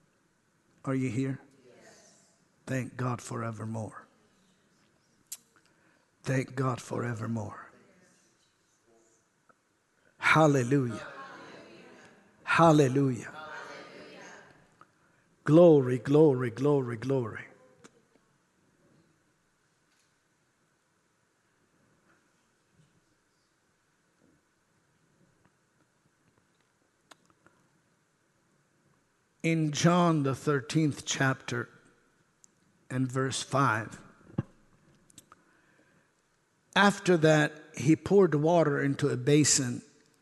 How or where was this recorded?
large echoing room